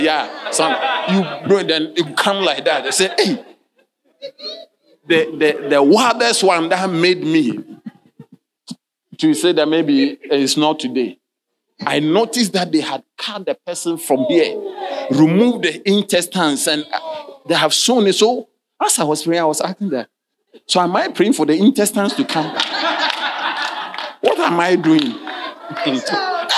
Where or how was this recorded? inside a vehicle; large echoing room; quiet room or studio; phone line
large echoing room